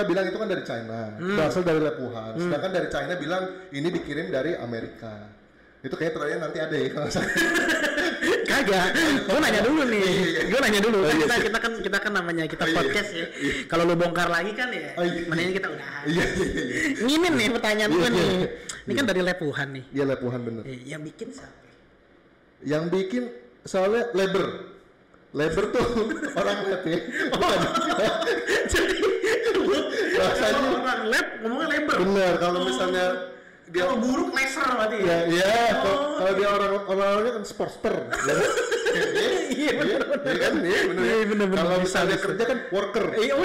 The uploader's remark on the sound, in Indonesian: maaf ya suaranya agak jelek karena sound-nya belum di setting.